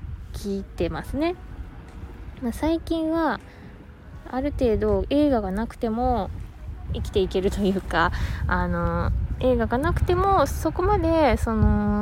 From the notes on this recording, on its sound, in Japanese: マスクにサングラスで一人語り。怪しさ満載で地元の海岸を散歩がてら収録。海岸の音を聴きながら、どうぞ。波の音。